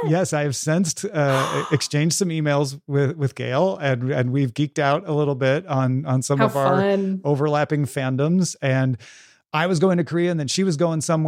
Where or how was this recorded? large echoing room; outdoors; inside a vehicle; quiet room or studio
quiet room or studio